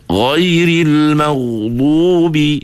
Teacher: huruf ghain ini bersifat dengan sifat rokhawah, di mana suara rokhawah ini ialah suara yang mengalir, tidak tersekat